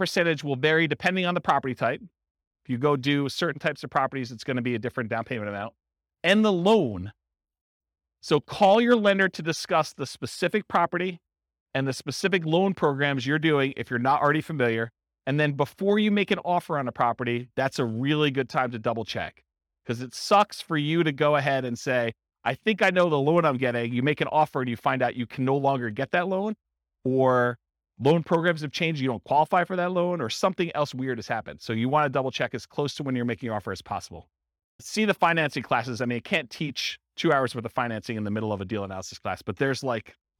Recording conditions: live audience